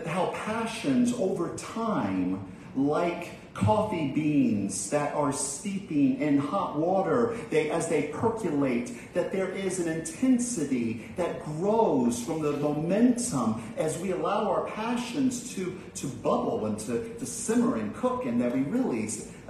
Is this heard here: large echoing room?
yes